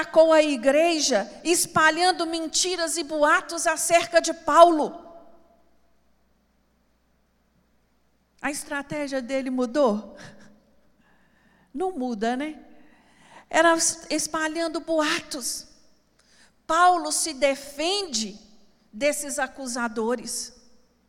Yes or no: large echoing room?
yes